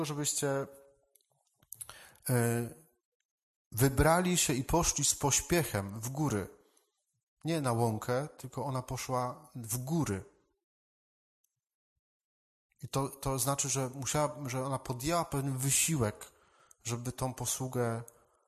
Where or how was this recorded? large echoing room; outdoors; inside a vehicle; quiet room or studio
large echoing room